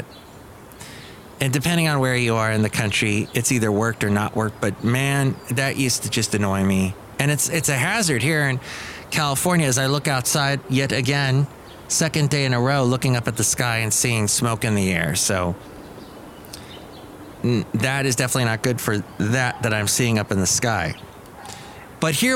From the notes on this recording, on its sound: podcasts live from Cafe Anyway